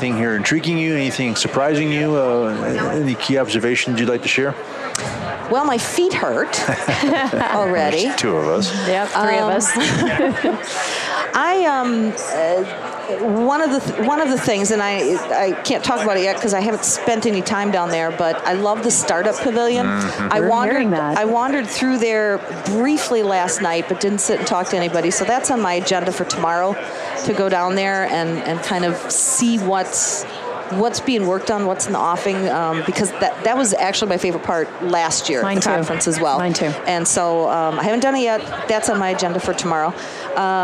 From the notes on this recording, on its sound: LIVE from Las Vegas, at #HRTechConf